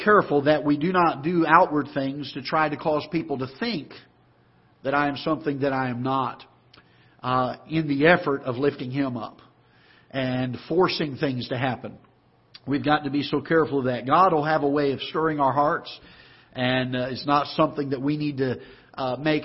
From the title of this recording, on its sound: Ketha Heights Baptist Church ~ Live Broadcast